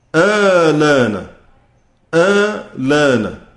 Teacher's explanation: اللي حصل عند سيدنا ورش إنه نقل حركة الهمزة في كلمة آنا إلى اللام قبلها